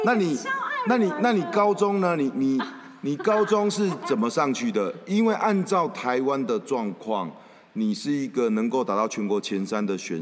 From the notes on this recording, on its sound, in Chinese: 因錄製環境不佳，導致些許雜音，敬請見諒